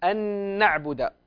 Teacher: شوف السكون على العين، سكون خالص ما في قلقلة